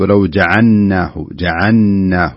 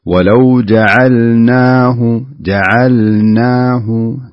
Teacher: والصحيح أن اللام تظهر لوحدها خالصة، والنون أيضا تظهر لوحدها خالصة دون إدغام · Shown in: second take · فتقرأ بهذا الشكل.